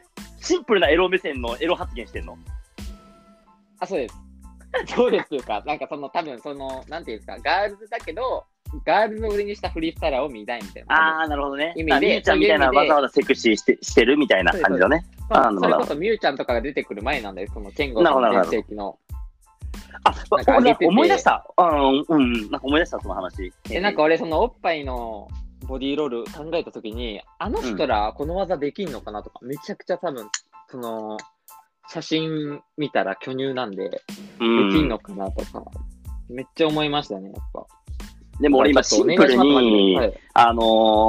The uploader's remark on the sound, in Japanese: リモート収録